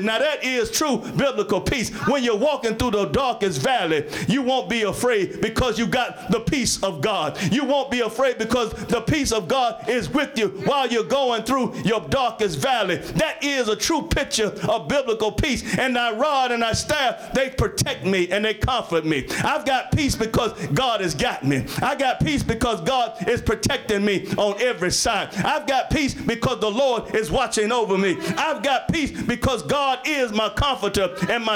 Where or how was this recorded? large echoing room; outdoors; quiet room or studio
large echoing room